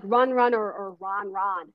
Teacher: You've got the openness of the vowel and then the smoothness of the ending consonant. It's an N. Run, Okay.